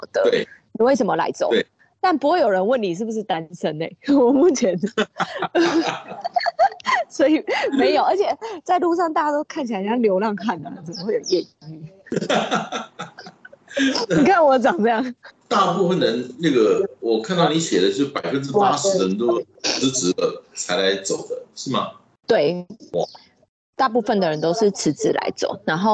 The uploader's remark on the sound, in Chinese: 本集於住宿公共空間進行錄音，故會出現些許背景音，若影響收聽品質請見諒!